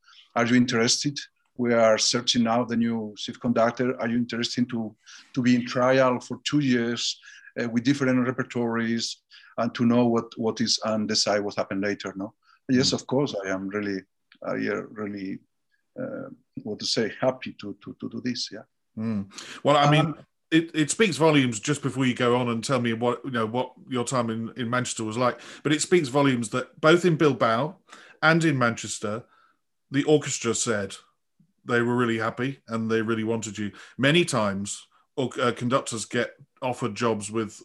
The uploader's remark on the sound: This interview was recorded on 23rd February 2021 via Zoom.